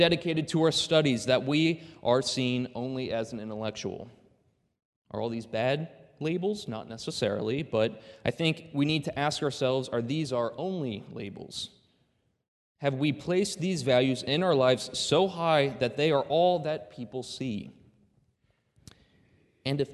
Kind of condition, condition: setting, large echoing room